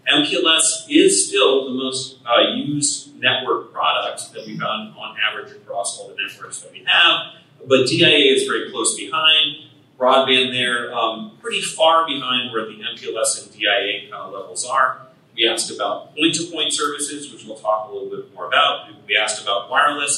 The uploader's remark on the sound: LIVE from Ohio!